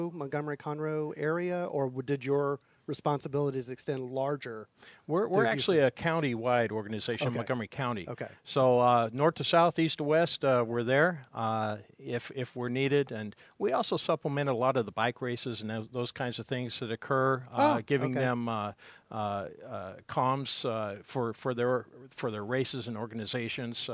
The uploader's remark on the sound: Special LIVE interview at Lobsterfest 2017